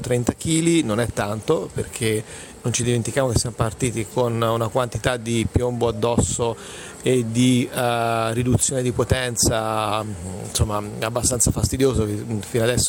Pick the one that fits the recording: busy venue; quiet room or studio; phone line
busy venue